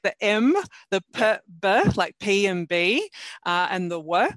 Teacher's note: So P, B, W, they're when the lips come together. So we call them bilabial sounds. So they're the very first ones that typically happen.